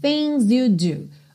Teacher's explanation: O G do things não é pronunciado